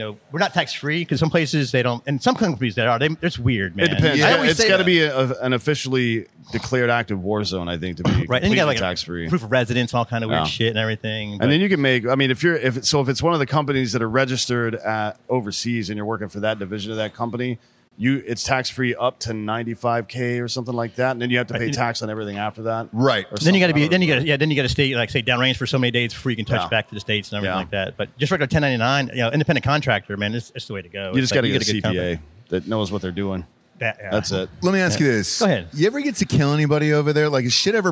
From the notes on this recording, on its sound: Live From North Carolina! Live from Wilmington, NC to celebrate the launch of Hard AF Seltzer on the East Coast of North Carolina as they’re joined by some of their favorite listeners.